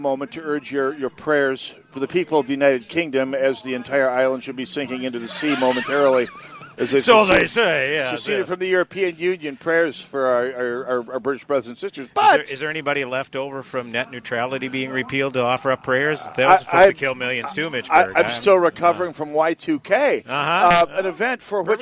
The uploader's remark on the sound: Live From Medicine Lake. Annual Holes for Heroes Broadcast!!